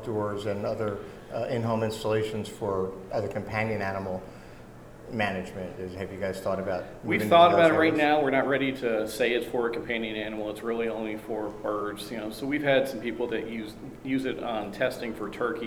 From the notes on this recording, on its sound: Live to Tape from the 2018 Global Pet Expo in Orlando, Florida